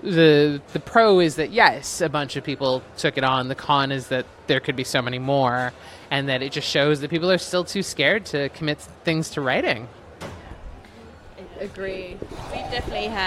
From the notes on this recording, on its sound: while they were at London Craft Beer Festival this summer